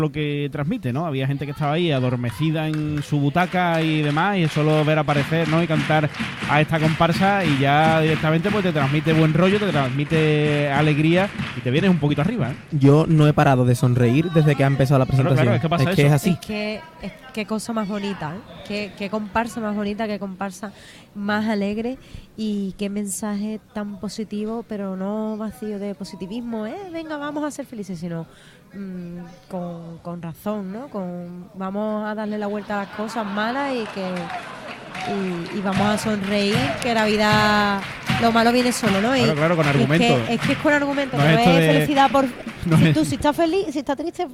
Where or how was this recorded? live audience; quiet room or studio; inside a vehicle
live audience